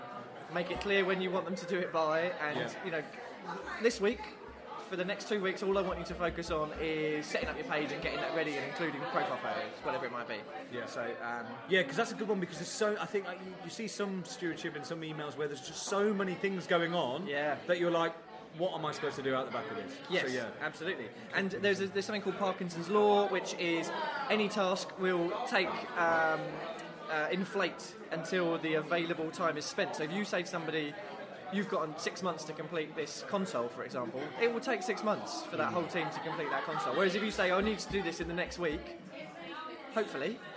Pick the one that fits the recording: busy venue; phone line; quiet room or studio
busy venue